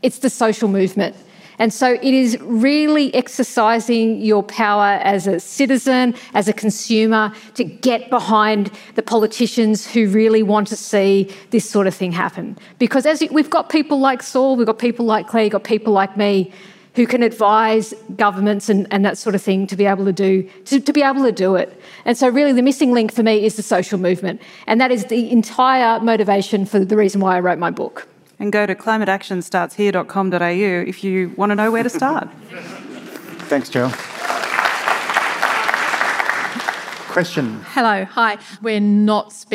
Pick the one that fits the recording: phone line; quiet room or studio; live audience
live audience